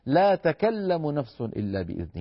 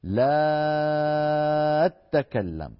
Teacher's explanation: البزي كان يدغم التاء الأولى في الثانية فيقول ويمد مدا طويلا · Shown in: second take